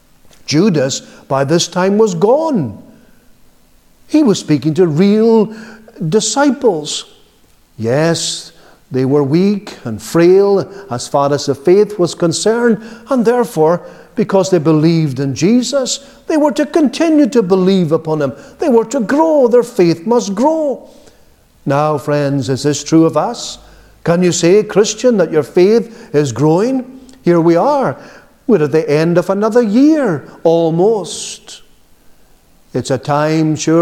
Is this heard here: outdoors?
no